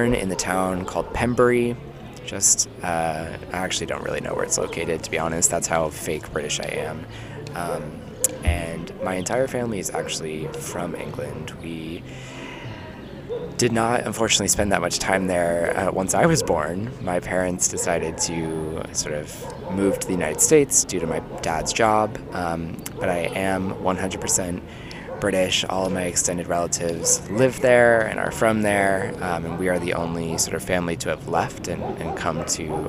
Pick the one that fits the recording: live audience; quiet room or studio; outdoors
outdoors